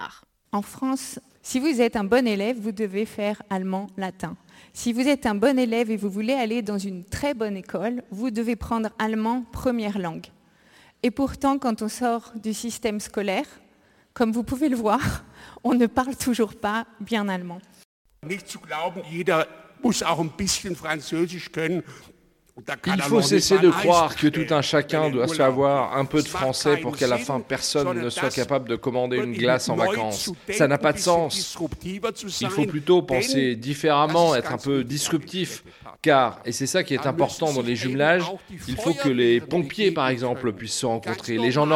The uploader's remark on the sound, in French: De 1500 personnes ont répondu à l'invitation de cette institution franco-allemande. Un épisode tout en sons, enregistré à Ludwigsbourg, lors de cette grande fête de la société civile.